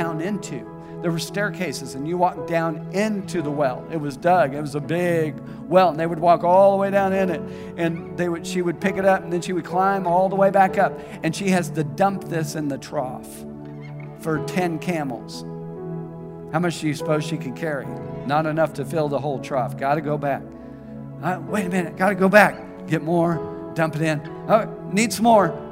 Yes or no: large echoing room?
yes